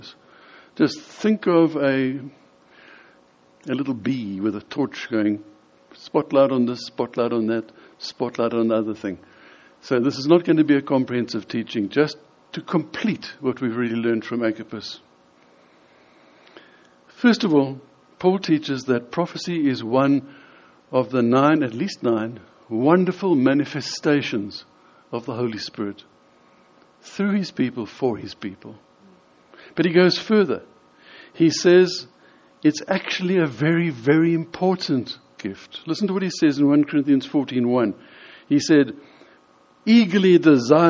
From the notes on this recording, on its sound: In this sermon, delivered at the Lonehill Village Church on Sunday 24th June 2018.